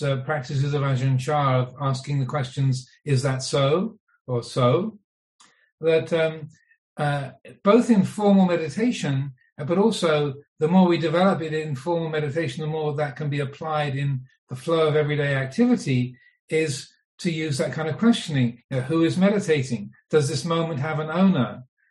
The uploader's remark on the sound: Via his zoom teaching on the Niramisa Sutta hosted by Mid America Buddhist Association. Thankful for the patience of the audience.